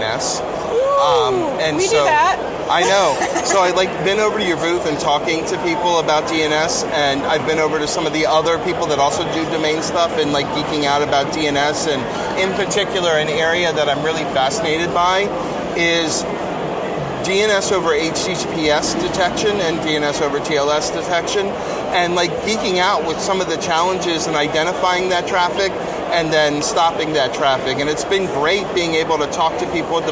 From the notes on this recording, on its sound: We sat down (or rather, stood and leaned against a wall away from noise). Interesting talks at RSA.